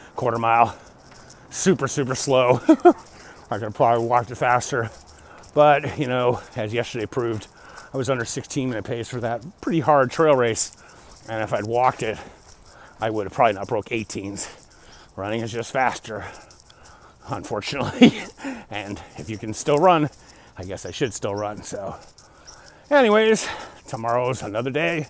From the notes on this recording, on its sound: Walk Talk. I was out walking in the pre dawn hours like I have done for decades...